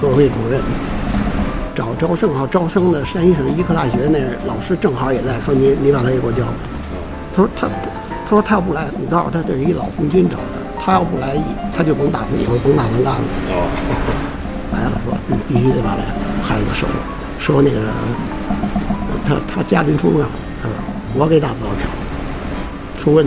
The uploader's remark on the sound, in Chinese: 因为特殊原因，访谈的地点只能在一家披萨店里，环境音失控，本期节目的声音质量不佳，恳请听友们包容！